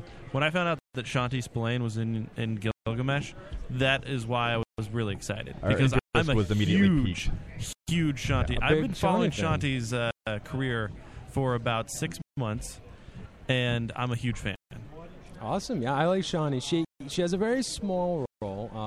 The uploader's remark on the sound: We are live at the Gilgamesh premiere